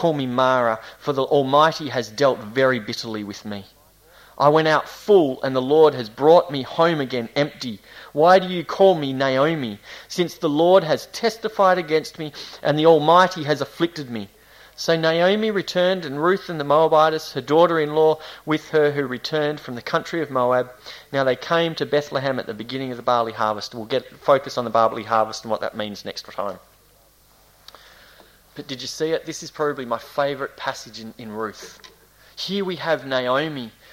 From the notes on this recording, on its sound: This series was delivered over a number of months in late 2018 at the Esperance Church of Christ.